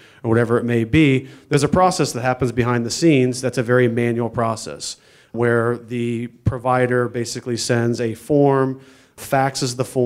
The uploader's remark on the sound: This is the audio recording from the live event